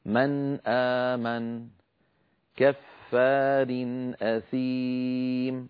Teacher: لاحظوا أنني عندما أنطق الأمثلة لا أزيد في زمن النون، يعني ولا أجعل دمجا بين النون والهمزة، بل تبقى النون مستقلة تمام الاستقلال عن الهمزة ولا زيادة في غنتها. · Term: إظهار